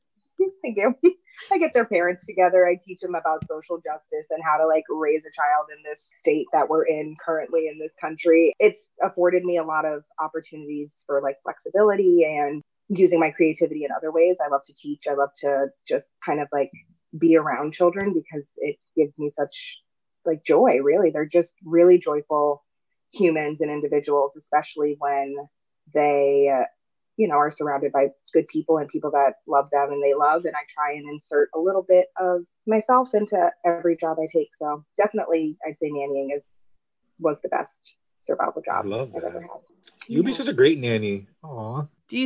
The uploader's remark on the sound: Please excuse any sound issues. We are still in a pandemic!!